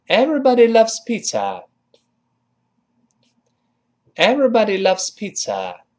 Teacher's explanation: 读快了之后，那个 z 声带震动几乎听不到了，叫 loves 一带而过